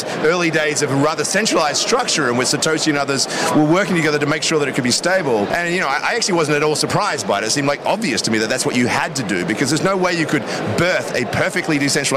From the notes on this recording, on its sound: Live from Consensus in Austin, Texas